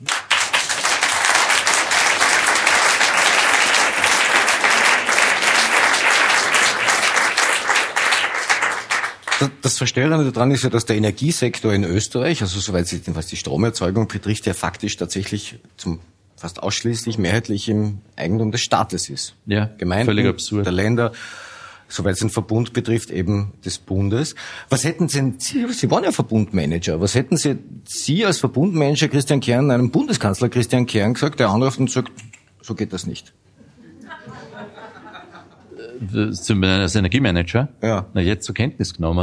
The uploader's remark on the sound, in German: Die Dunkelkammer auf der Bühne. In der Kulisse Wien.